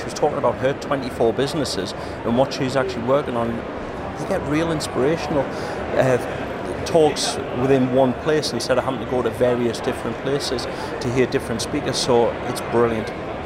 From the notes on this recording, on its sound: This special bonus episode of Beyond Numbers is recorded live from Xerocon London 2022.